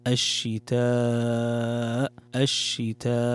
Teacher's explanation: عندنا مد متصل يمد بمقدار 4 حركات